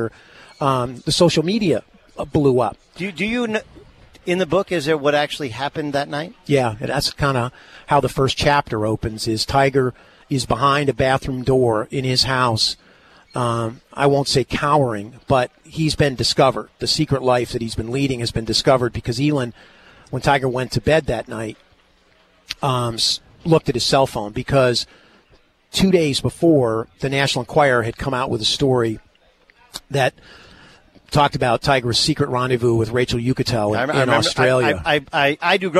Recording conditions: busy venue